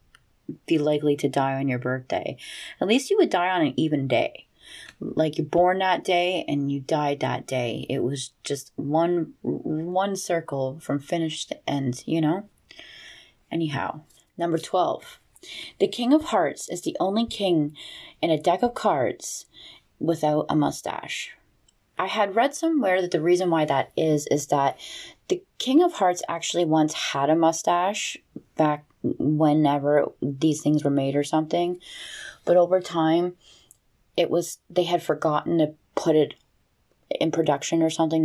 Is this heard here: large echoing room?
no